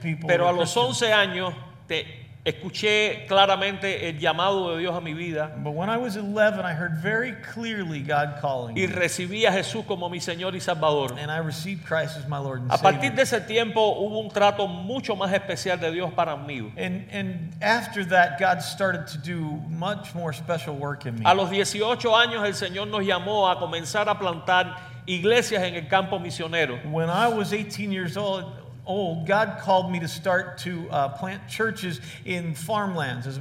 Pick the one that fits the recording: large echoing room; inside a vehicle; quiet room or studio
large echoing room